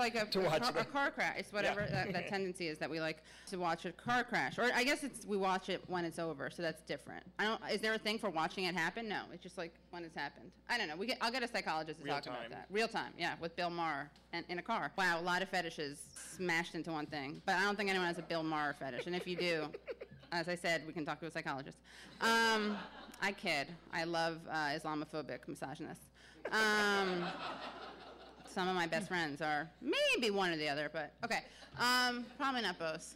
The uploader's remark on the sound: During this live show